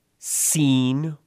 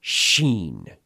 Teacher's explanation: It's either the straightforward S sound, or it's the lispy, breathy SH sound.